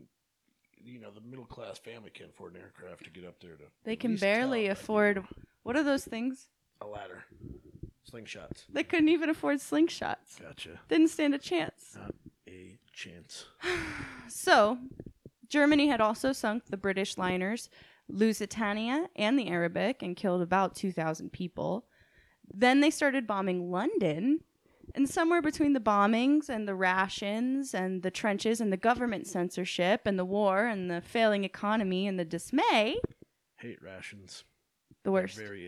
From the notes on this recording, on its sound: Note: We didn't have mic stands when we recorded this and it shows. Burgh records, Freesoundlibrary, & Soundbible for the ambient sounds.